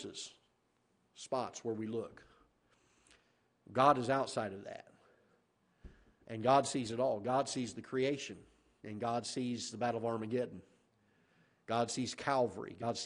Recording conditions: large echoing room